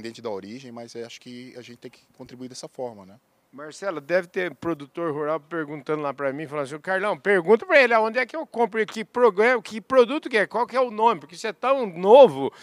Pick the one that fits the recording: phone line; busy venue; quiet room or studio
busy venue